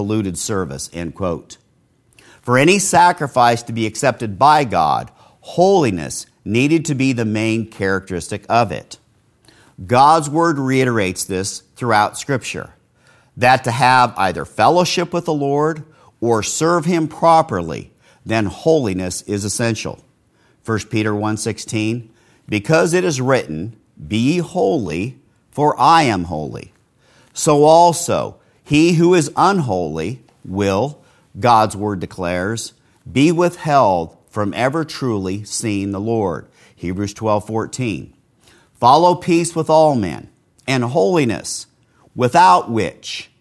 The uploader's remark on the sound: This sermon was preached live at Castle Grace in the At the Mouth of Two or Three Witnesses Series. Broadcast live from Castle Grace.